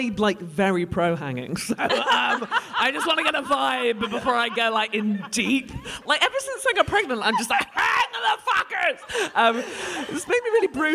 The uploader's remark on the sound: The Drunk Women are back in Edinburgh and already storming their Fringe run with sell out shows. In front of such a lovely audience. We hear from a member of the audience.